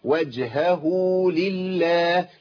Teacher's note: لابد من بيان تمكين صوت الهاء اولا ثم الصله